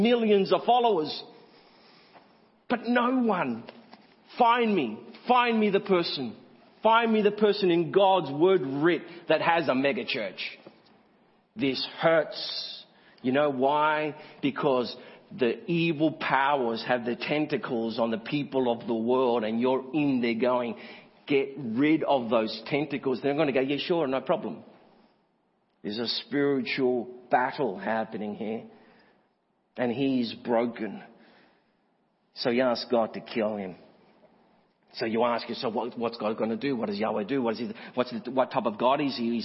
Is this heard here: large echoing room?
yes